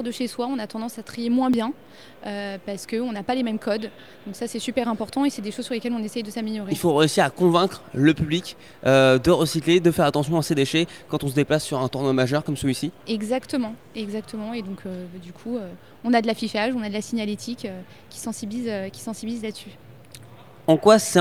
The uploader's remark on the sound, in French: en direct de Roland Garros